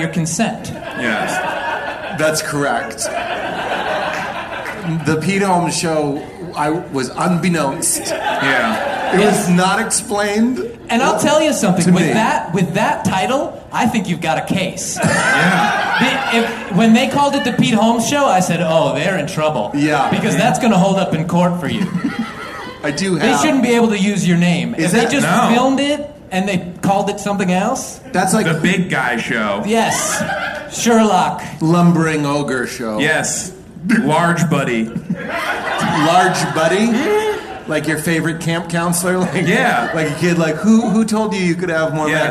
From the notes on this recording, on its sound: In this first ever live Hollywood Handbook episode recorded at Molly Malone's in LA. Bring a lucky fan up on stage.